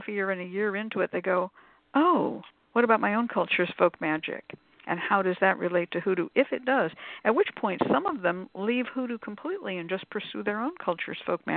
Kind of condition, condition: link, phone line